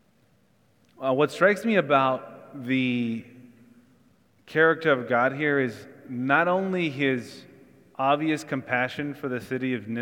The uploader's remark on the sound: Church in the Square (Sermon Audio).